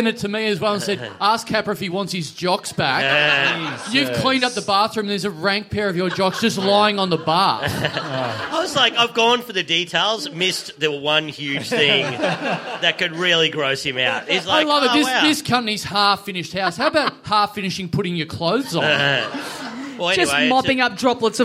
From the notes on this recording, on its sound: We're heading down for the first time for a live show in a small venue.